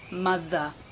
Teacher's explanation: la lengua está saliendo y estoy sintiendo una vibración en la garganta